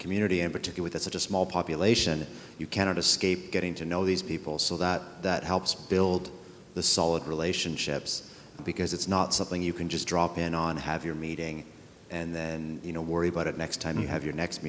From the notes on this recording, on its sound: This episode features the Yukon Territorial Panel at The Northern Miner’s annual Canadian Mining Symposium held at Canada House in London, U.K., earlier this year.